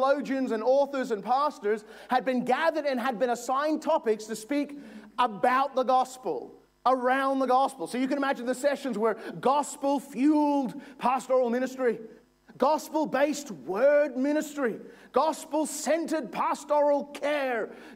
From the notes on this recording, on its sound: This is from session one of our Stand Firm Conference in 2022.